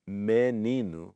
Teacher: So menino, which is written with an E, sounds like it's written with an I. · Term: vowel raising